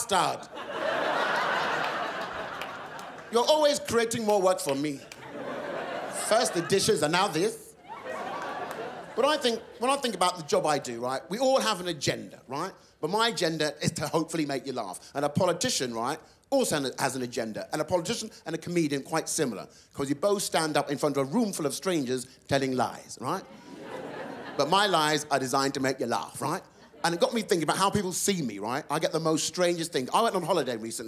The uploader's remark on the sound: stand up from the Just For Laughs Festival in 2012